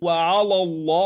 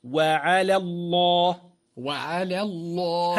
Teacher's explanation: هنا ينبه الشيخ زكريا كما نبه الناظم أنه يجب المحافظة على ترقيق لام على، وهي الأولى، لئلا تفخم من أجل التفخيم الذي بعدها في لام اسم الجلالة الله · Shown in: second take